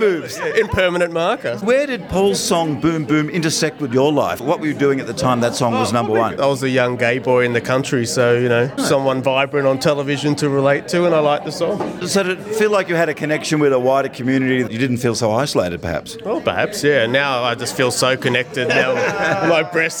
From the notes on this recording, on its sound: First in a series of interviews with the audience and artists recorded during the Totally 80s tour across Australia in July. You’ll also hear from perhaps the wildest show of the tour in Sydney, as I braved the over excited Totally 80s fans to find out how THEY enjoyed the Enmore Theatre show.